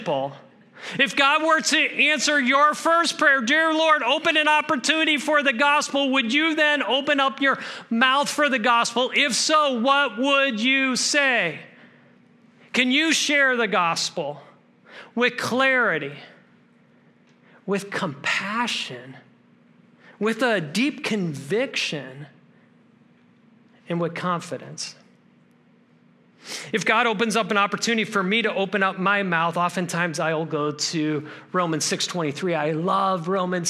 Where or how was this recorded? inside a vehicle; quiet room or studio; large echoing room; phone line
large echoing room